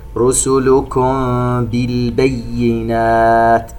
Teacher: ميم ساكنة وبعدها حرف الباء إخفاء شفوي